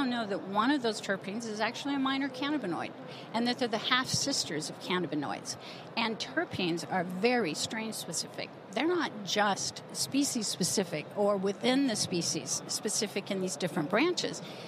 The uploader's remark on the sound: From the floors of the A4M Conference in Las Vegas